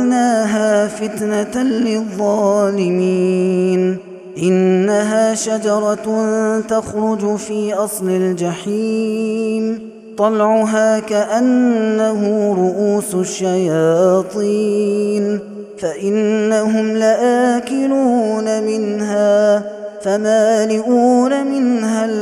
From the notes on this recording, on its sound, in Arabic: هذا التسجيل من صلاة التراويح. Ramadan 2021.